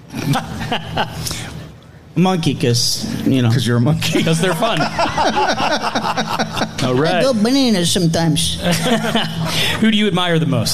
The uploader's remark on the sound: Live From the Westmoreland Cultural Trust "Love Local Courtyard Concert Series". Last week I was given the opportunity to do the podcast LIVE in front of an audience at the Love Local Courtyard Concert Series presented by the Westmoreland Cultural Trust and Palace Theatre. During a socially distanced series of very small shows.